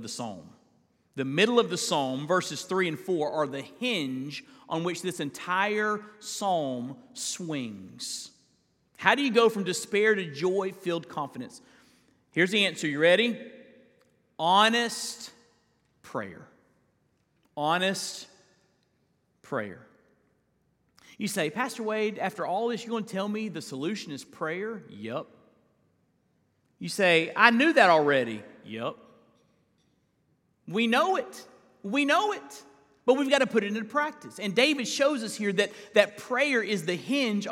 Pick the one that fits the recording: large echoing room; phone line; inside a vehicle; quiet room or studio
large echoing room